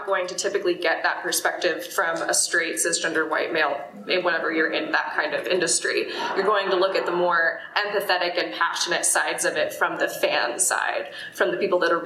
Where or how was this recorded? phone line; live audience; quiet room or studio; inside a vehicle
live audience